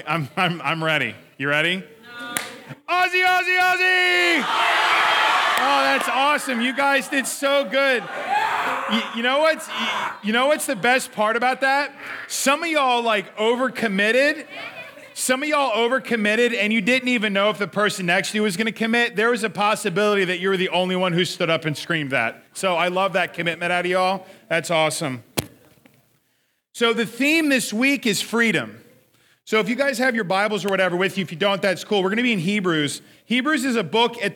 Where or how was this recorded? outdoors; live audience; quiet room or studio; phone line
live audience